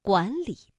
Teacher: 当两个上声字相连的时候，第一个字要发声变调，读二声阳平